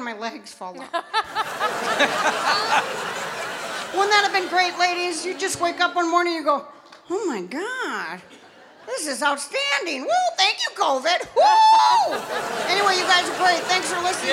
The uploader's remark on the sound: Live at the South Point Casino